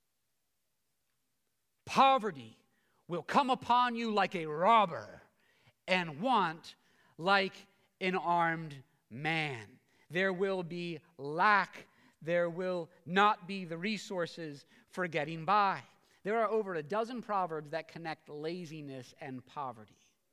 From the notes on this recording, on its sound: preached this sermon at Covenant Fellowship Church on February 12, 2023